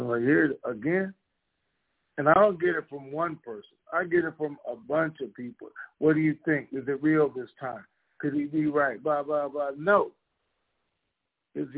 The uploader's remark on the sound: TNTSuperfantastic Conferencec Call